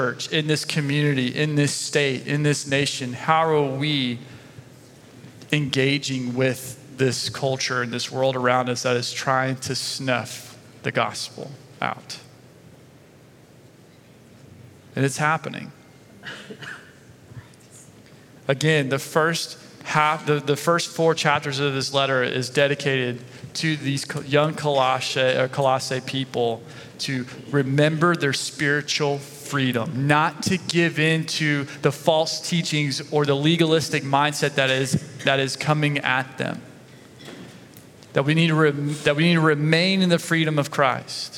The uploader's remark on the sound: Sunday Message recorded 25 September 2023